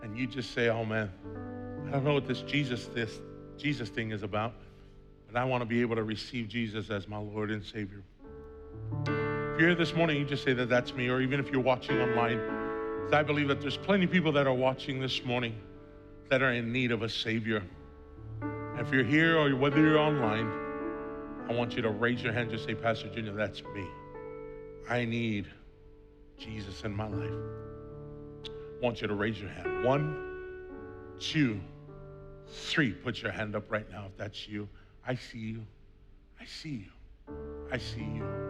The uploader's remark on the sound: Was preached on June 6th at the 8:30AM service.